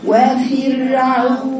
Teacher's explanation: وتقول وفرعون، وفر هي ليست فر، هي الفاء مكسورة ويترتب على ذلك راء رقيقة، يبقى هقرأها وفرعون.